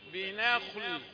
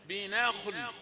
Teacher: نون رقيق خاء مفخمة لام رقيق · Shown in: first take · أنا وقفت عشان تاخد بالك بنخل، لو قلت النا ما ولا نقصنا تفخيم الخاء ولا اللام جت مفخمة تبعا لجيرانها، لا بناخل.